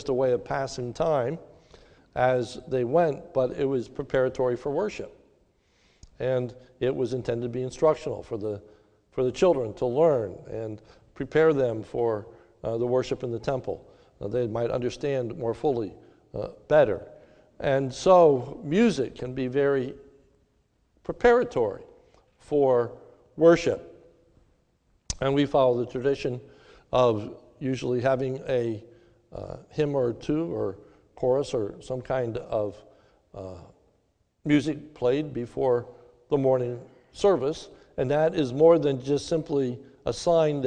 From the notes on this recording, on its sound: This sermon was recorded live at the Lebanon Bible Fellowship Church in Lebanon, PA on 06/27/2021 during the evening service.